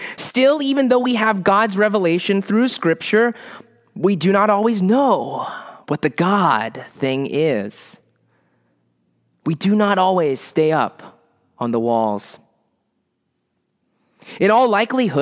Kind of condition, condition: setting, large echoing room